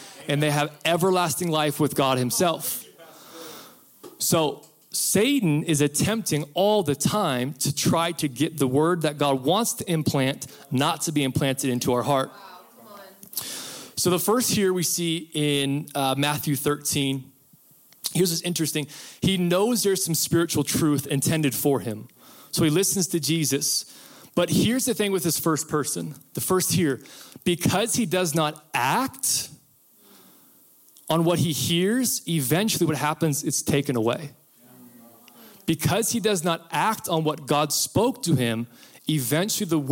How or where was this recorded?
live audience